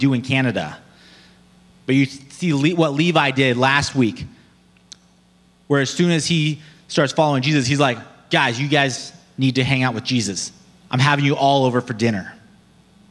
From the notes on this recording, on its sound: Below you’ll find an audio only recording of our service.